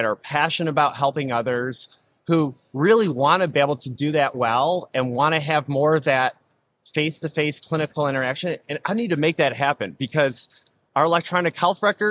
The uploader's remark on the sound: This episode recorded live at the 8th Annual Becker's HIT + DH + RCM Conference in Chicago.